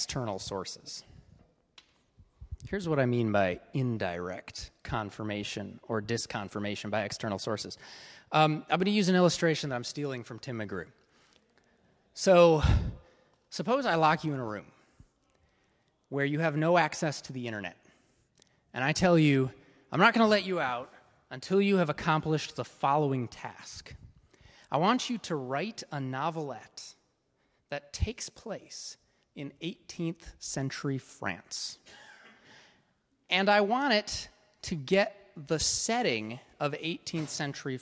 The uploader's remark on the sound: This is a recording of the first week of Part 1 of our in-person course. (class format).